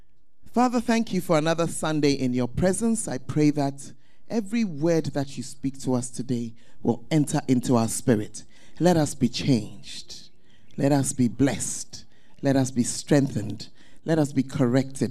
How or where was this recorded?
large echoing room